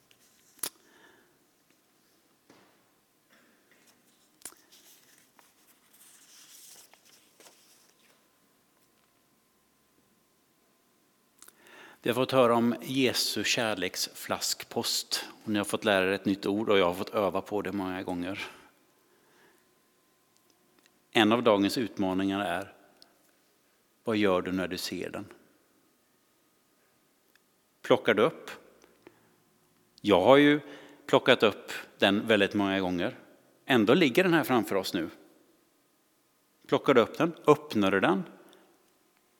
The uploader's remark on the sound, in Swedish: Inspelning från Immanuelskyrkan Skövde.